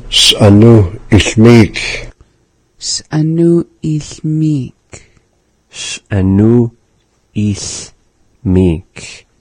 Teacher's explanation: that pause happening after that s consonant, and then immediately before the vowel a, s'anu. And then between anu and ichmik is another pause.